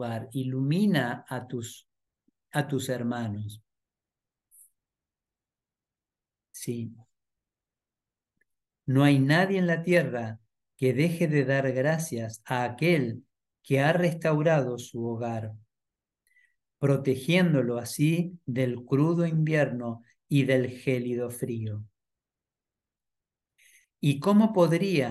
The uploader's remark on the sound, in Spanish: Clase en vivo por Zoom desde UCDM Iluminación.